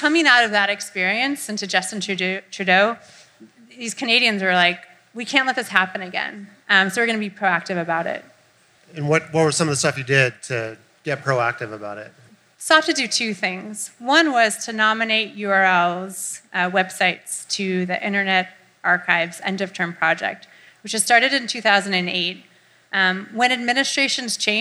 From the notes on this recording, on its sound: Recorded live June 21, 2017 at Eli's Mile High Club in Oakland, CA.